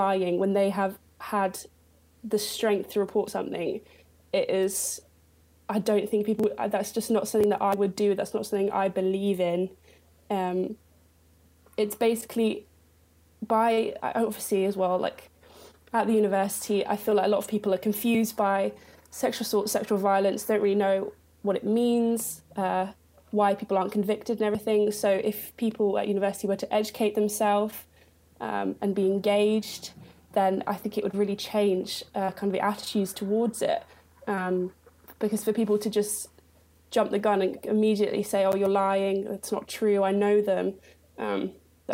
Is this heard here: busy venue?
no